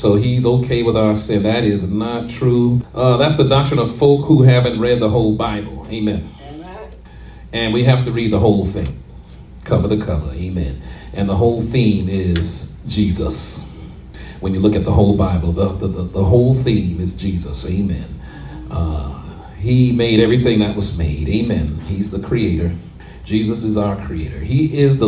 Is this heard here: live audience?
yes